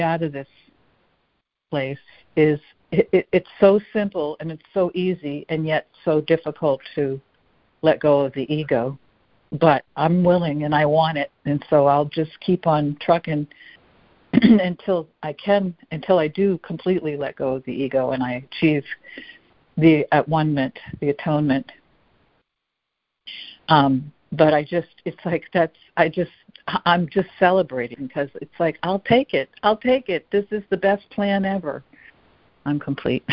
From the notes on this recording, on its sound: ACIM Daily Conference Call